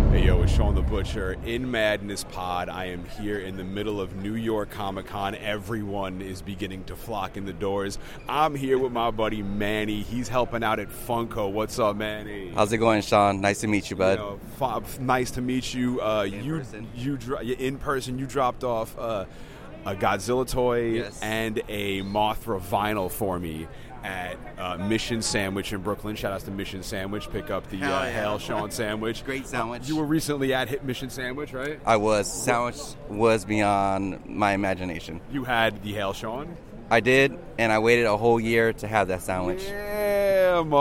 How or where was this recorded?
busy venue